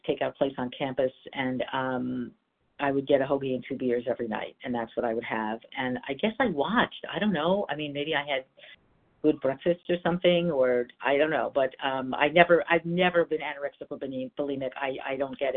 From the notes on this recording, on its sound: 100 Pounders Phone Meeting.